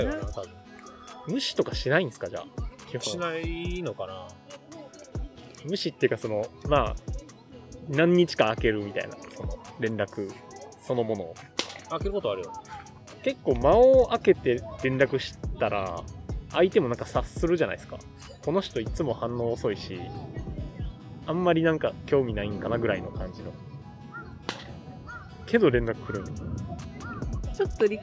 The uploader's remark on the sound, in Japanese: 公園での収録のため騒がしいです。